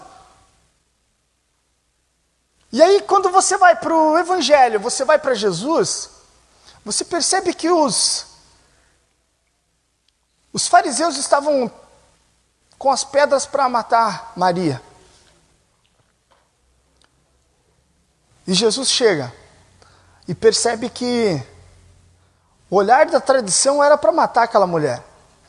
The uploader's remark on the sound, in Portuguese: Este programa é a captura de áudio da palestra. Durante a VII Semana Jovem do Café IPIC.